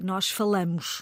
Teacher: no presente do indicativo, a vogal deve ser fechada na segunda sílaba